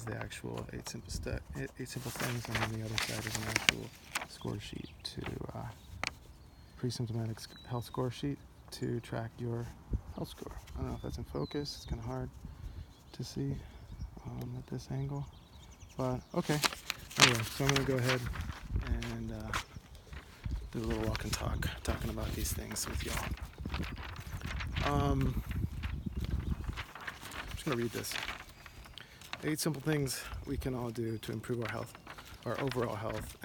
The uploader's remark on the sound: "walk and talk". I apologize in advance for the "noise" (mostly the handout I was holding in my hand). I was recording video for the first time, looking at the rear camera of my phone (not able to see myself).